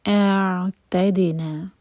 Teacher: حمزہ کا فتحہ پہلے پورا ایک حرکہ کھینچ لیں، اس کے بعد عین کو ٹچ کریں گے، ا اور پھر عین.